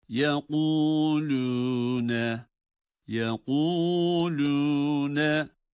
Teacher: Kaf kalın, lam ince.